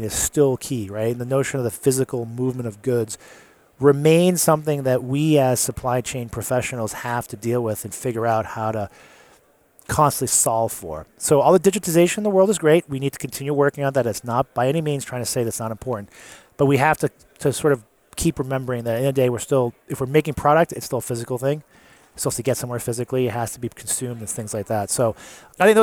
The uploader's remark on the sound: Live at Gartner. Recorded on the show floor.